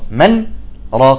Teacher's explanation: من طريق الشاطبية بالإظهار، من راق بالسكت